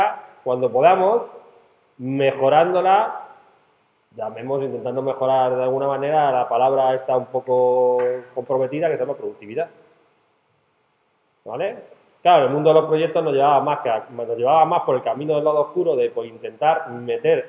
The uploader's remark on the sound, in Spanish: Grabado en una clase